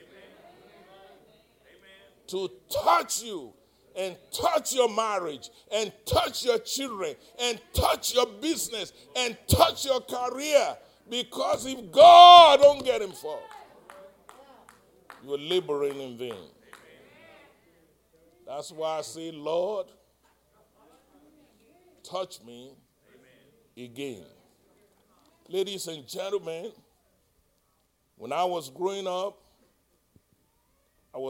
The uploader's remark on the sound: live-recording